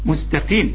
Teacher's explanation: القاف المكسورة اخر درجات التفخيم